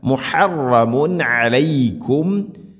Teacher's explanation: തൻവീന് ശേഷം അയിനുണ്ട് ഇവിടെ, മുഹറമുൻ ഇദ്ഹാർ ചെയ്യണം, വെളിവാക്കി ഉച്ചരിക്കണം